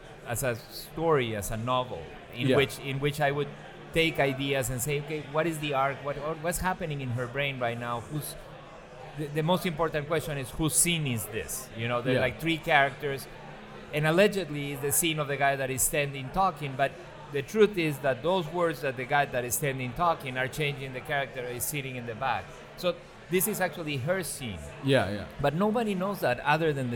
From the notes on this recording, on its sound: Live Podcasting at Hot Rod Cameras “Cine Beer” 2019 Summer Bash. In our second LIVE podcast.